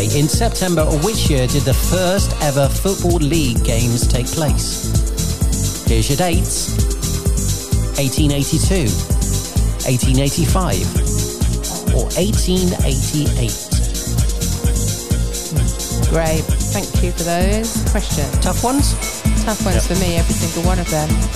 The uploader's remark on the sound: The Weekly Experience podcast is this week's podcast of community goodness recorded in Cantine.